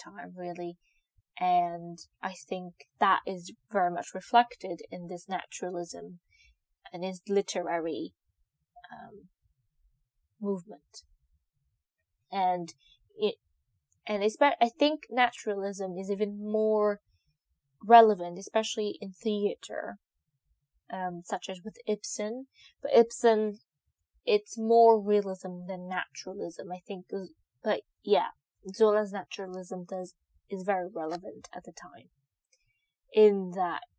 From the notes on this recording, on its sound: sorry for the audio - I just got a new device to record and I don’t know how to use it properly as of yet